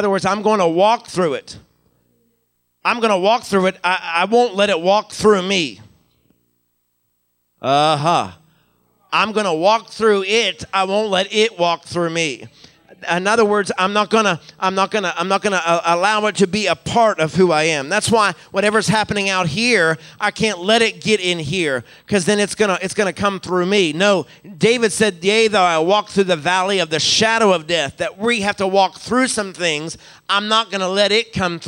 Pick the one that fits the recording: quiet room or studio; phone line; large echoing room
large echoing room